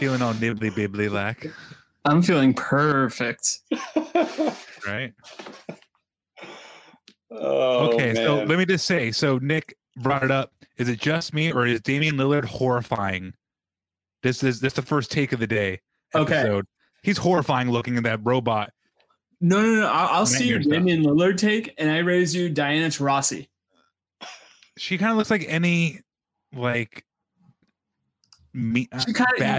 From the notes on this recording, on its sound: Livestreamed with StreamYard. Recorded on Riverside.